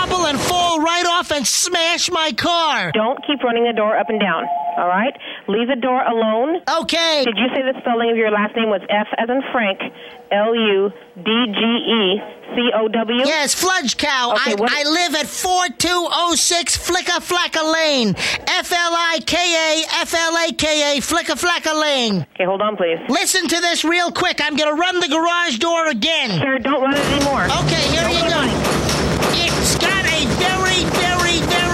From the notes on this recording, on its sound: Personal Prank Phone Calls Collection